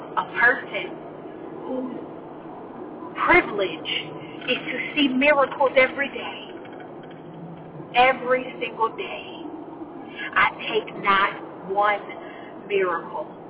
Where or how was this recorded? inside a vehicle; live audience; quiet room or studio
inside a vehicle